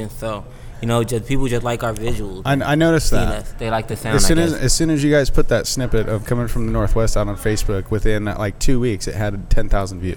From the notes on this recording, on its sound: We go live at The Groaning Board Pub and dive into the menu so hard it almost derailed the show!!!